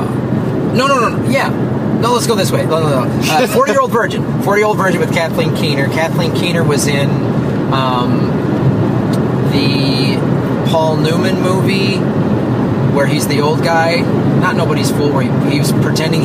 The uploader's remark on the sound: While driving from San Luis Obispo to L.A.